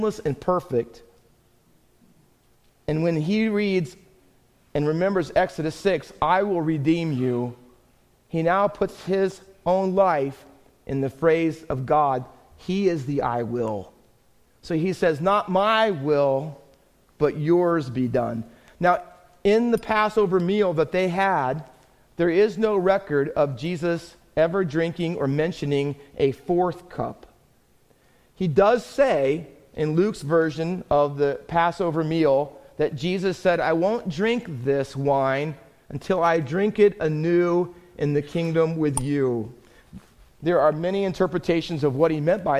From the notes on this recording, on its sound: Faith Baptist Church in Hamilton, NJ.